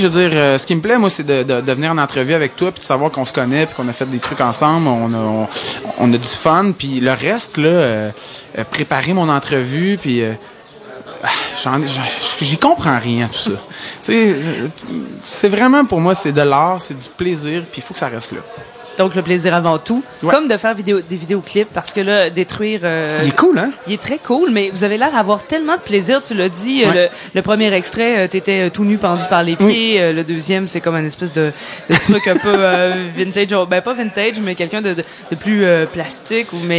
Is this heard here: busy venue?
yes